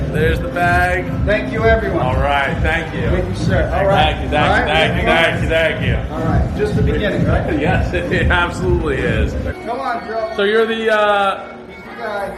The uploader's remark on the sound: After hanging out at the party for a while and around the beautiful resort we decided to record a quick teaser